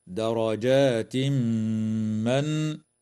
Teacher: يدغم التنوين في الميم مع الغنة في قوله تعالى درجات من